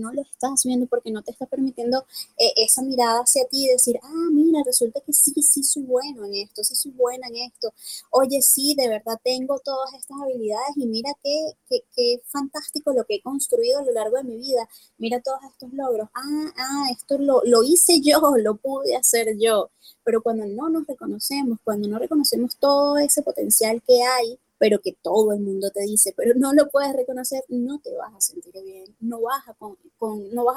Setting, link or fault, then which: link, video call